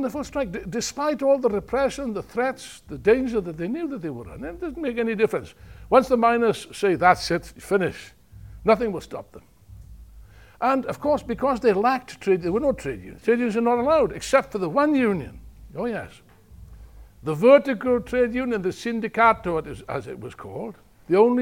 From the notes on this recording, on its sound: In this talk from the main rally at Revolution Festival 2019.